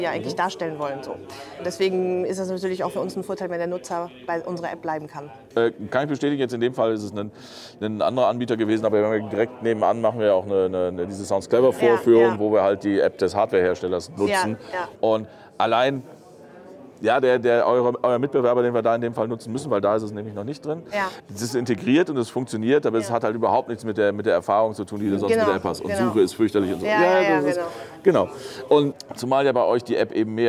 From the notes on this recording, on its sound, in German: Wurde am Rande der High End 2023 aufgezeichnet. Deshalb ist die Qualität der Aufnahme nicht ganz so gut, wie sonst im HIFI.DE Podcast-Studio.